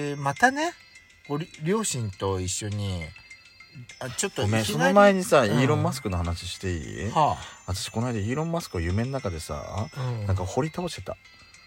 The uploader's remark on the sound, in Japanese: パーキング収録。